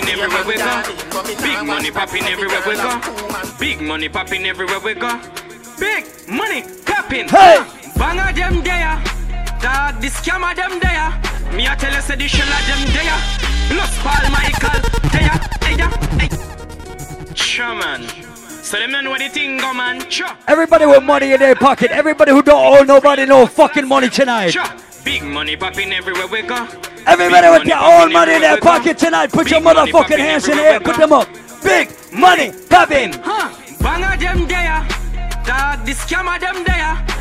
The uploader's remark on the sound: LIVE AT ISLAND SATURDAYS ON DEC 17TH